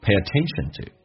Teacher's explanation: Pay attentionto，这是用降调读，因为说结束了